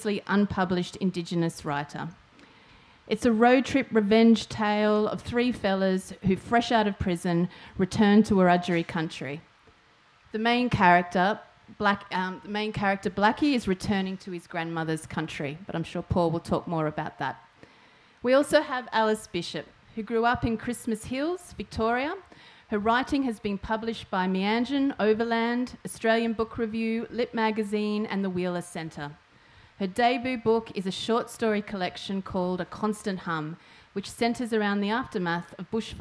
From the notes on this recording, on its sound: This panel took place as part of the 2019 NT Writers' Festival--Alice Springs.